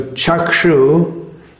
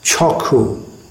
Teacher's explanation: that Ksh sound in Bengali is pronounced K. · Shown in: second take